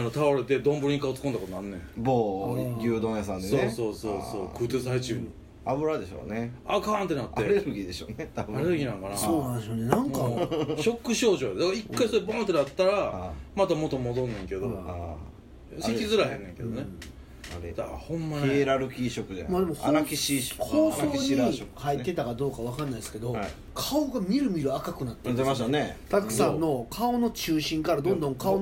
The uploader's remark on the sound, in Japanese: 神戸、SPACE DOG!RECORD(お店)より。